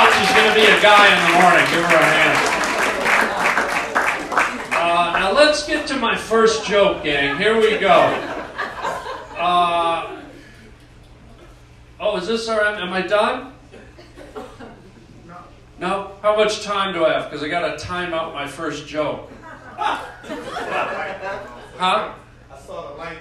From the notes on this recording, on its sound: LIVE STAND UP to a religious group